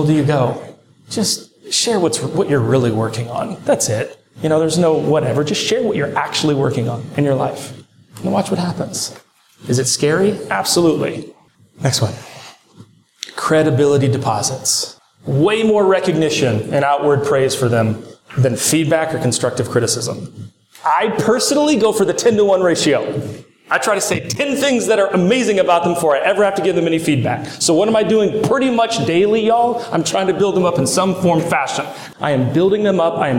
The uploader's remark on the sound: Straight from the stage of SWFC's 2021 Strategic Alignment Day